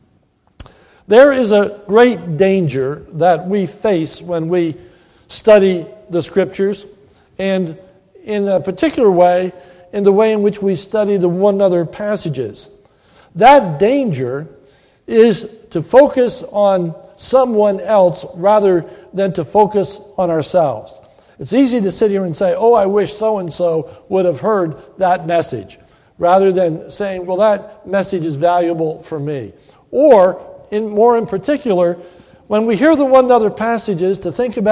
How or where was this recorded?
large echoing room